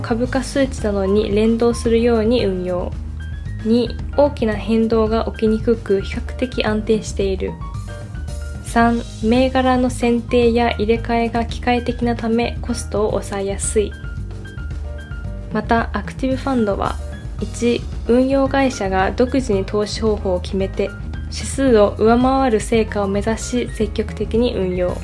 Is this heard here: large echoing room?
no